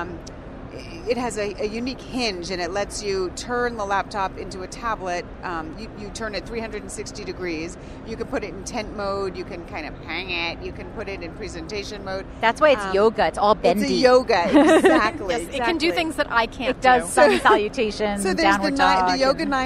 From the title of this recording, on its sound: Live from the Consumer Electronics Show!